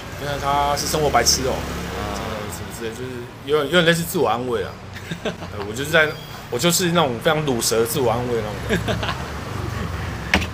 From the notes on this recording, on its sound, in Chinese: 錄音地點：台南 牽咖啡 Chen Coffee